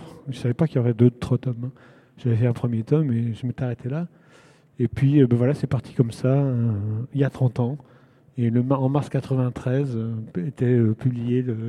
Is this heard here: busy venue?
yes